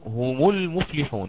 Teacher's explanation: تخلصا من التقاء الساكنين نأتي هنا بضم ميم الجمع